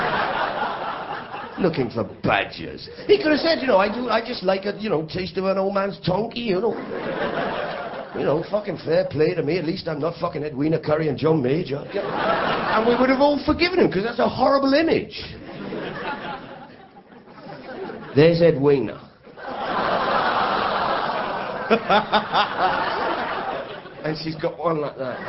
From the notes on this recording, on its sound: The Night War Broke Out was recorded live in Edinburgh on the evening the US and UK military started the invasion of Iraq.